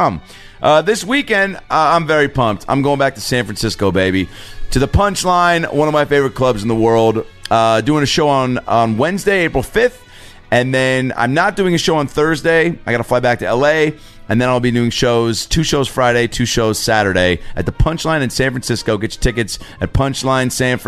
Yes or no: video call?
no